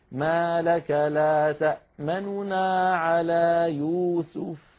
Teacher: الهيئة الثانية هي أن لا ندغم النون الأولى في النون الثانية، وذلك لأن النون الأولى تبقى مضمومة ولكن نخفض صوتها ونسرع قليلا · Term: الاختلاف